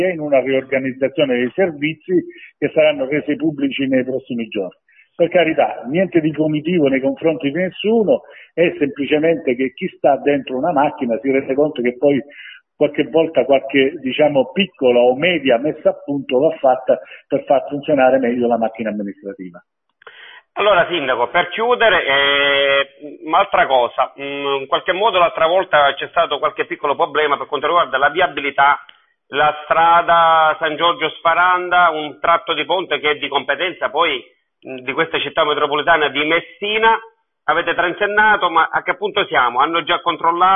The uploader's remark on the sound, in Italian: Abbiamo chiesto tramite una nostra intervista telefonica, (realizzata nel fine settimana scorsa).